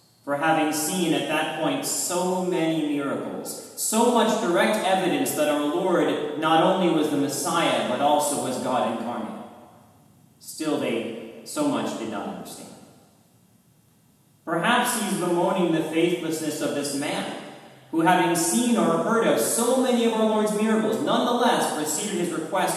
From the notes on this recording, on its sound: A private recording of the Divine Liturgy at St. Nicholas Orthodox Church in McKinney, Texas.